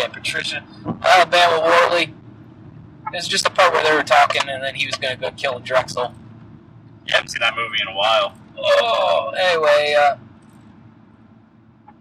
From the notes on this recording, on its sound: The Boys hit the road and have to discuss BALLERS 406 on a laptop like a couple of poors. Either excuse the audio quality or pretend this is a concept minisode hosted by robots.